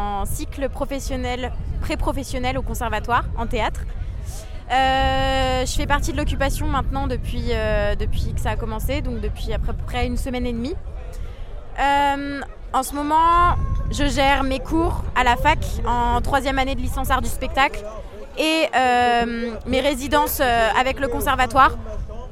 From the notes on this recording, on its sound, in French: Musique live &amp; orchestre, parvis &amp; coucher de soleil, montagne et micro tendu à une passante. Nous avons tendu notre micro au collectif Cultures essentielles en lutte - Isère qui mène l'occupation de la MC2. Musique live & orchestre, parvis & coucher de soleil, montagne et micro tendu à une passante : c'est aussi le son d'une scène nationale inaugurée par André Malraux en 1968.